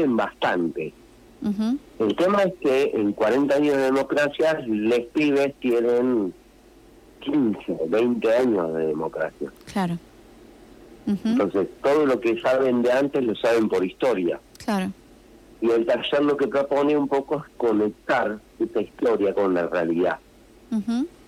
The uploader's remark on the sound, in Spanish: Vía entrevista telefónica